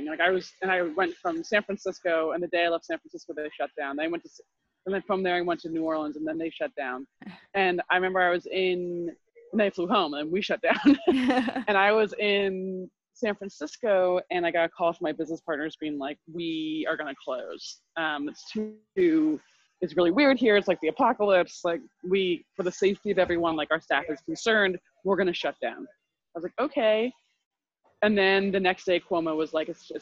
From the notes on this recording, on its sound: We had a pretty bad connection, but above is our brief conversation, which got cut off right at the end.